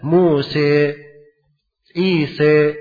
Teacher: Jadi dia sebut fathah, dia miringkan kemana? Ke kasrah. Musa, Isa. Nah, itu imalah. · Term: imalah kubra